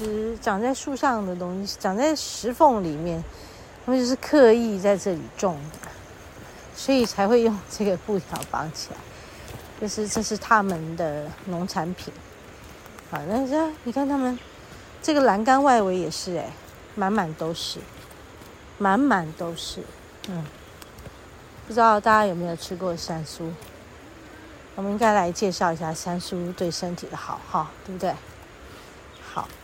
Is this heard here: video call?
no